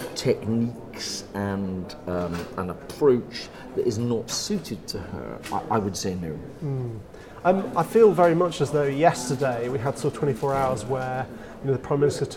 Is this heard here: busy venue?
yes